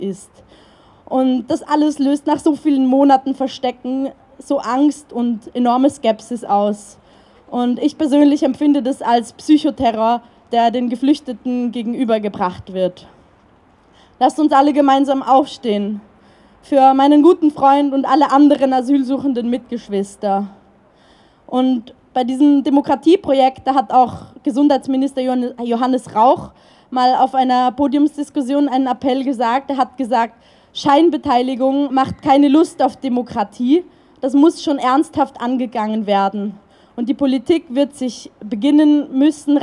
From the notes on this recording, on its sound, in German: Ausschnitte aus Kundgebung gegen Abschiebungen am Tag der Menschenrechte (10. 12. 2023) in Wien. Eine Aufnahme aller Reden gibt es diesmal nicht, einserseits weil ich zu spät gekommen bin.